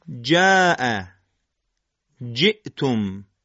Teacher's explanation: حرف جیم با چسبیدن بخش جلویی وسط زبان به مقابل خودش از سخت کام و با ارتعاش تارهای صوتی پس از رها شدن از جایگاه خودش ادا میشه، لذا جزو حروف شدیده و انسدادیه.